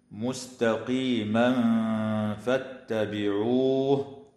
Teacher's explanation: تغن النون من كلمة وأن لأنها مشددة، ويخفى التنوين عند الفاء مع الغنة المرققة